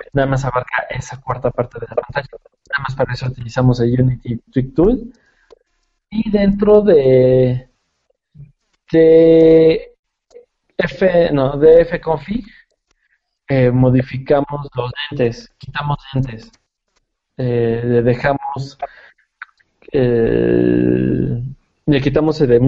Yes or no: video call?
yes